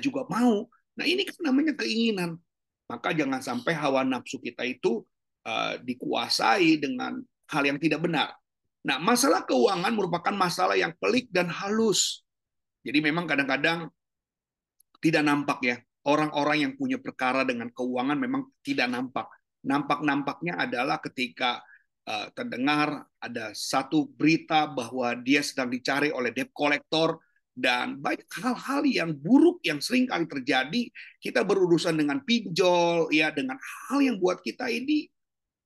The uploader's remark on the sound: Audio Zoominar